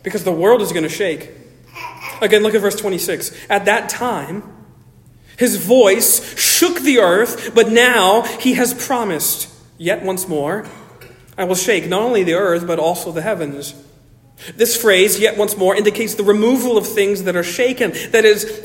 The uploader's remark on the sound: Originally delivered 11 June 2023 at Stonington Baptist Church, Paxinos, PA. Originally delivered 11 June 2023 at Stonington Baptist Church, Paxinos, PA.